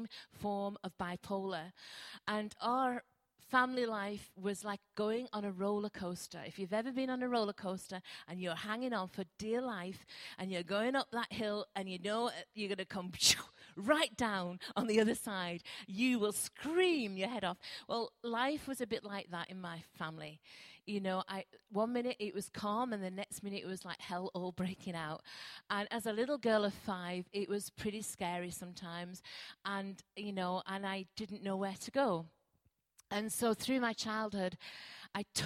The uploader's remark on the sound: Recorded at freedomcentre church, Preston